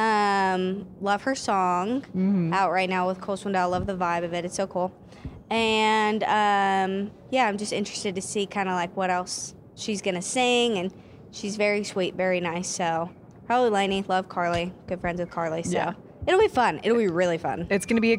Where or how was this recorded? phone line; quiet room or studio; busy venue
busy venue